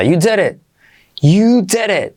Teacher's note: Y como E, D como re suave, letra T final ligeramente pronunciada.